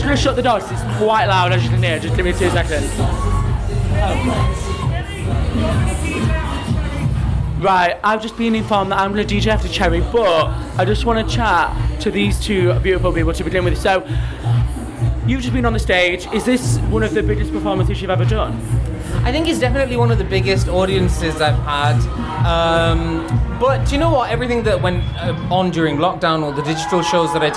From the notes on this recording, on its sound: The Manchester Pride Special. Performed at Manchester Pride and they took their mics along so you all could hear the action backstage.